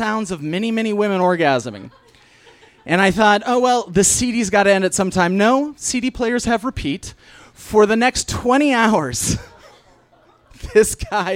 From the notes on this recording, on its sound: Was recorded live on 14 June 2016 at Tiger!